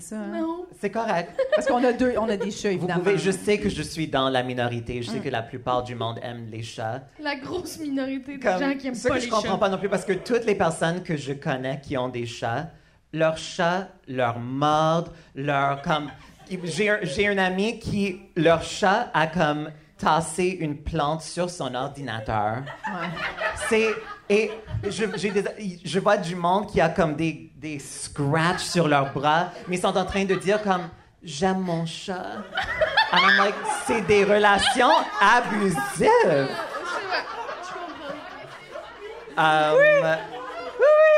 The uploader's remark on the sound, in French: épisode spécial “live à Québec” durant le Comédiha Fest